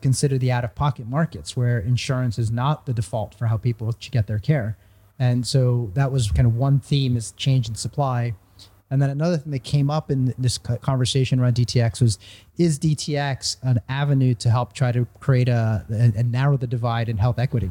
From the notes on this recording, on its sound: In this special, live edition of the pharmaphorum podcast, recorded at the conclusion of Frontiers Health 2022. The show last week in Milan.